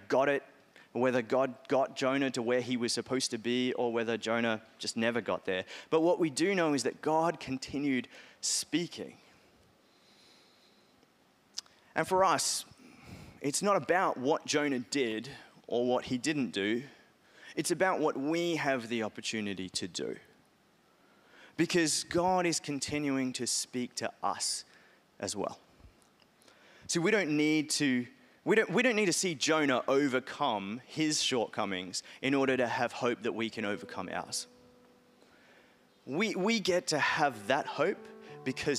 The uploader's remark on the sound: Message Carey Church LIVE Harrisdale Campus